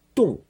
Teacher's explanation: it's in the fourth tone, and it means freezing